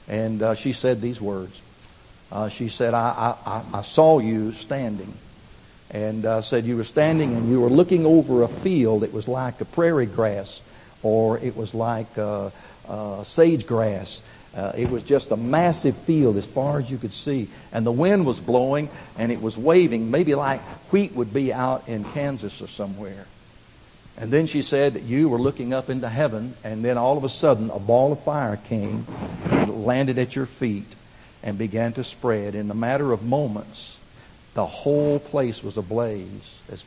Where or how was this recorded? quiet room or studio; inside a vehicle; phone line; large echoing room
large echoing room